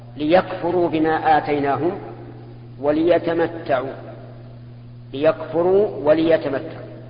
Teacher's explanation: لام التعليل تكون مكسورة بكل حال